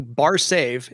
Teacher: Basically, the first syllable tends to get emphasis for me.